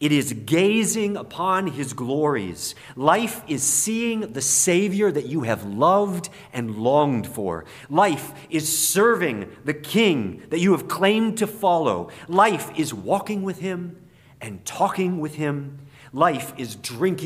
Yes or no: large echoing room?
yes